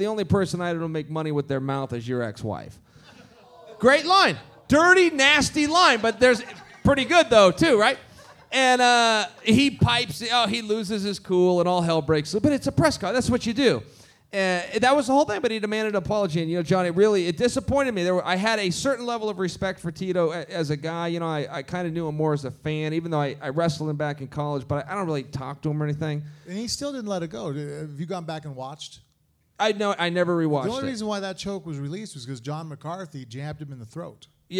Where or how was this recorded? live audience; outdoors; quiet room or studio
live audience